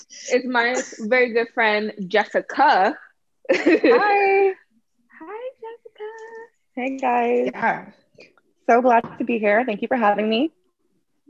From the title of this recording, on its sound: Zoom Pod